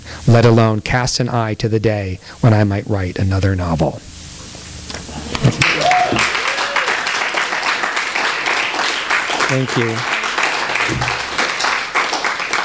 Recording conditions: live audience